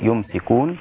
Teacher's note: بإسكان الميم وتخفيف السين فتصير يمسكون.